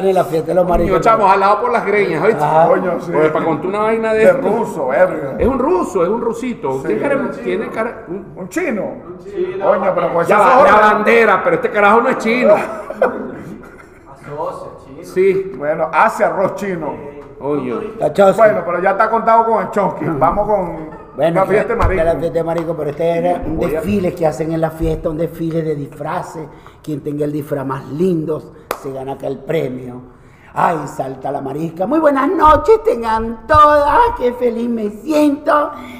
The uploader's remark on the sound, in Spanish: Techo Tres es un programa grabado en vivo.